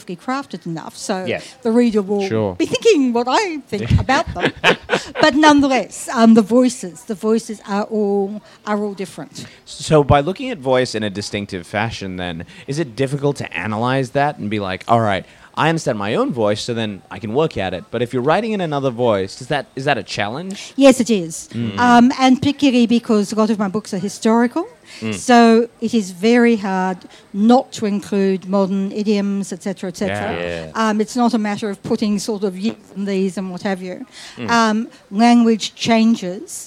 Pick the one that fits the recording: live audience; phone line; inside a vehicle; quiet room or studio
live audience